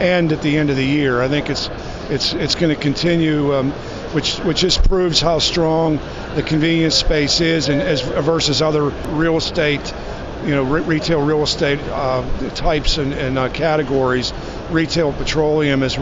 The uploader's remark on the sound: While attending the NACS Show 2021 in Chicago. On the trade show floor.